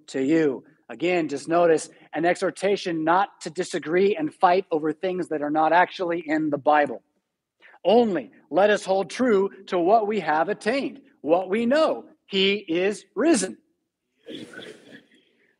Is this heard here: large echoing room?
yes